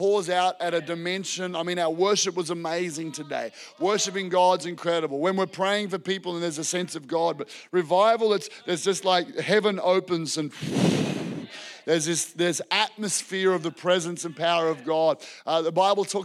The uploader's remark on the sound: This was recorded in our Melbourne East service on the 5th of February, 2023